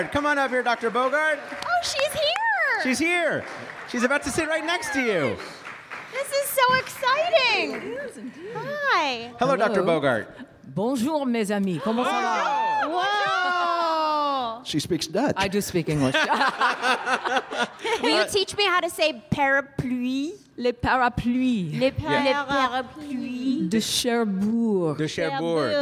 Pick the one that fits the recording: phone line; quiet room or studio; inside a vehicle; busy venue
busy venue